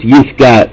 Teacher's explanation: a gimel and a kuf are pronounced in exactly the same place in the mouth